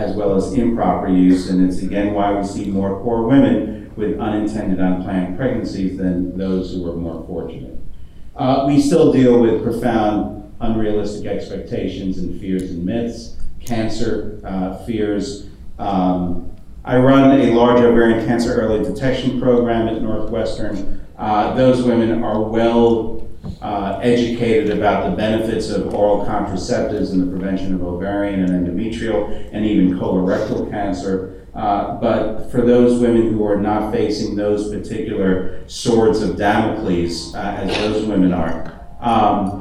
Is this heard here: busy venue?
yes